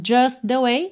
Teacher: just the way, junta ali num T só